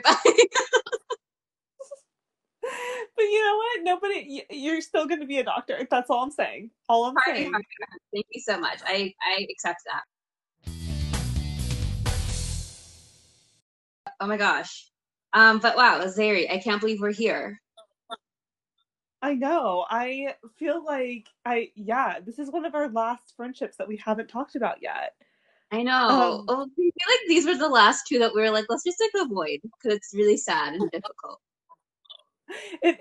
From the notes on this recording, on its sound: We would apologize for all technical glitches